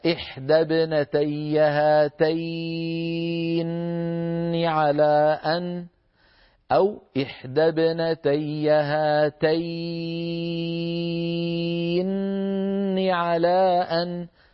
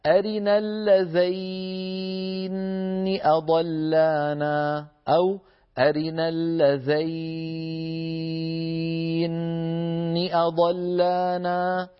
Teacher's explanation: بالنسبة لابن كثير في هاتين واللذين، اللذين يمدها أيضا أربع حركات أو ست حركات